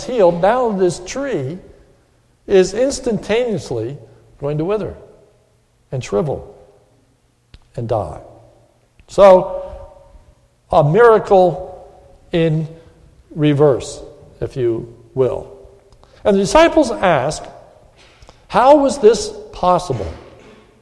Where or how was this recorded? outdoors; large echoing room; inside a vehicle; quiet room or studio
large echoing room